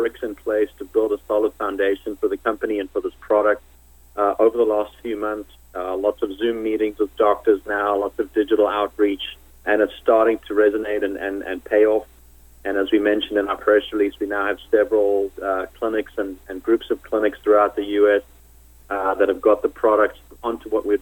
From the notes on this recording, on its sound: called in to SmallCapVoice.